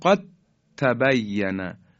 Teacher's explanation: دال از بین میره و حرف تا مشدد بیان میشه · Term: ادغام متجانسین